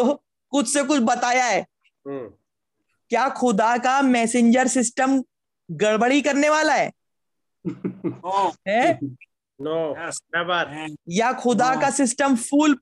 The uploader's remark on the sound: Zoom Meeting